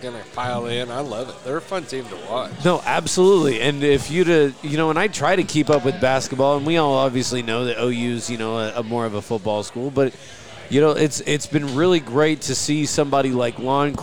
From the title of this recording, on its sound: Live from Brents